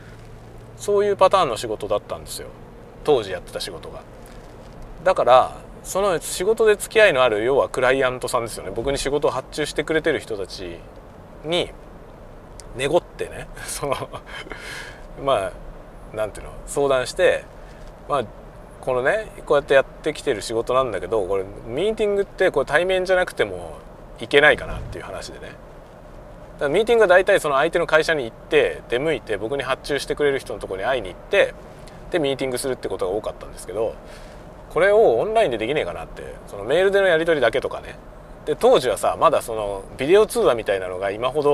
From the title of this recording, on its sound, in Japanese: ドライブ収録】運転しながらダベるよ